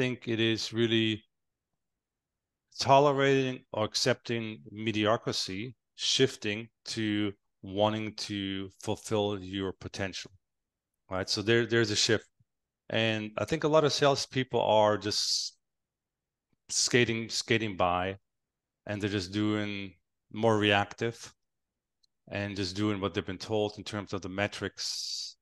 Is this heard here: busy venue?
no